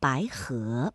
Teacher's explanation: 这个白呢就读成了三四，不读满